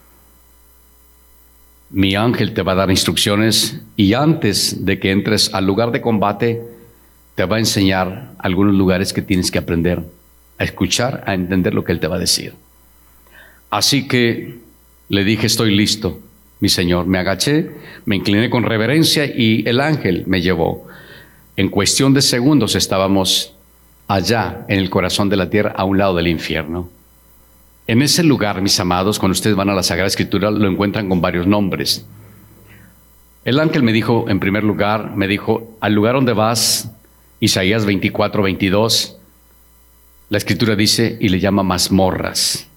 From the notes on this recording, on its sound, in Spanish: Grabado en 12/26/21 en Iglesia La Casa Del Alfarero en Edinburg, Tx.